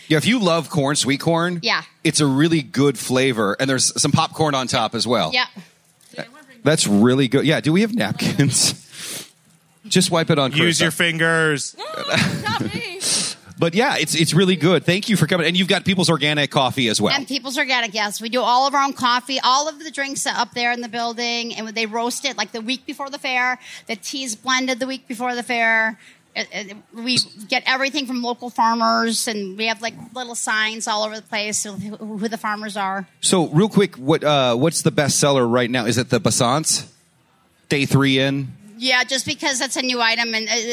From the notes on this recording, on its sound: Podcast live from Hubbard Day at the Minnesota State Fair. A visit from 4H with goats and a turkey.